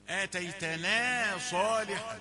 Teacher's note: الألف يعني يتبع ما قبله وليس له علاقة بما بعده آتيتنا نون رقيقة ومدت بالألف فالألف رقيق